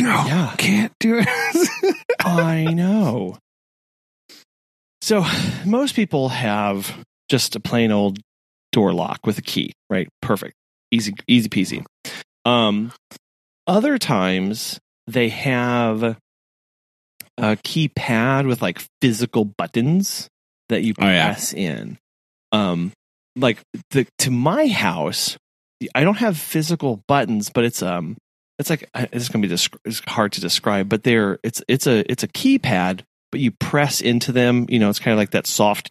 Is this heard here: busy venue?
no